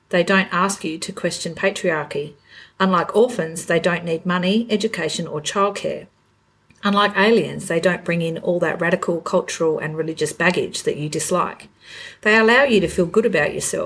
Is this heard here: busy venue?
no